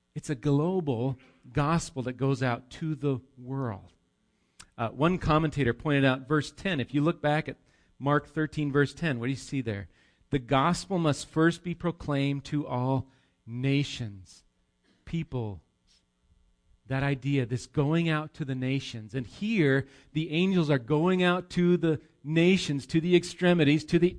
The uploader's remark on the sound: Recorded live at Bethany Bible Church